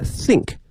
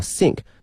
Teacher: 需要一个咬住上下齿的这么一个发音，而这个是一个 sink，不需要咬的一个轻音哈